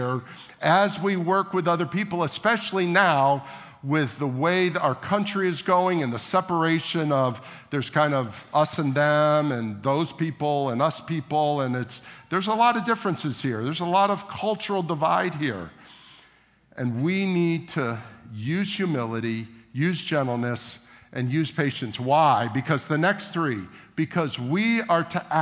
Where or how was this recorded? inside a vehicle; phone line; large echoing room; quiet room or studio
large echoing room